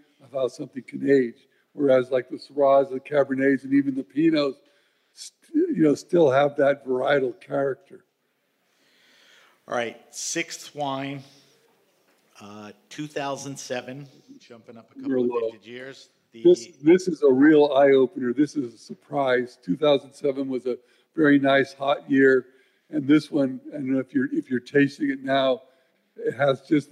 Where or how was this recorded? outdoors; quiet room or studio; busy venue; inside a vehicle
busy venue